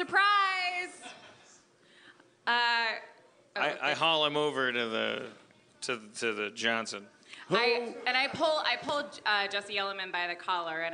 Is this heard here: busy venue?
yes